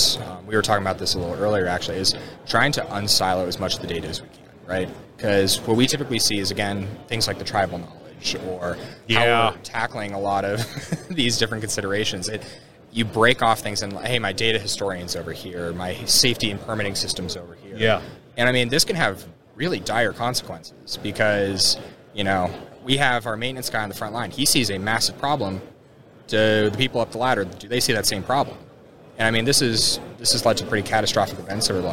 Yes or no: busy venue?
yes